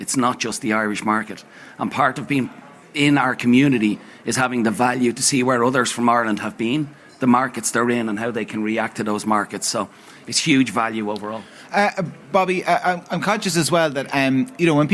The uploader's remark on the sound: The Hard Shoulder was live from the EY Entrepreneur of the Year Awards 2022 at the Powerscourt Hotel.